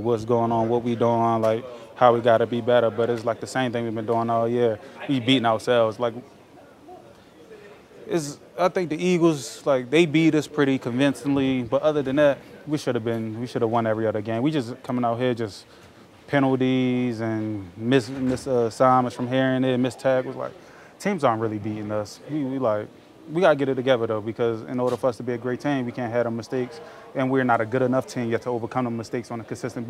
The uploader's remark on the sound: Press Conference